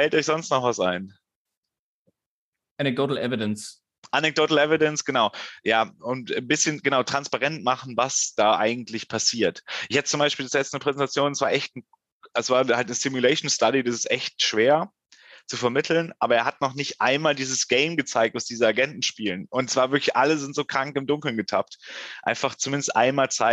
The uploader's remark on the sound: Die Folge wurde ausnahmsweise zu Hause via Zoom aufgenommen.